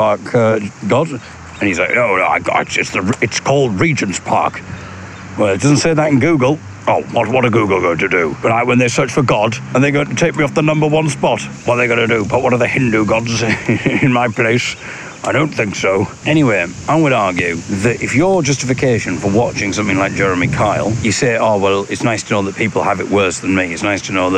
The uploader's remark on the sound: Here’s a little audio blog from The Regent’s Park in London, in which I get accosted by a saucy duck.